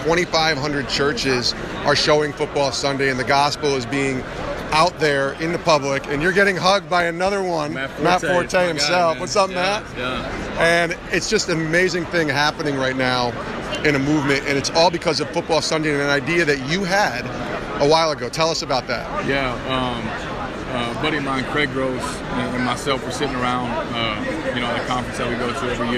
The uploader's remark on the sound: live from Super Bowl LII in Minneapolis